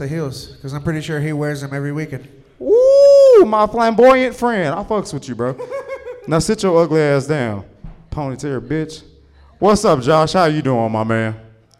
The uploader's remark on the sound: Talented and experienced comedians share the stage with first-timers and open-mic’ers in this late-night talk show-meets-podcast setting. Recorded LIVE from Shark's Comedy Club in Dallas, Texas.